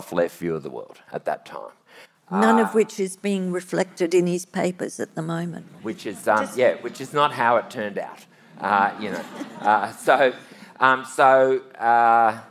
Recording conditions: live audience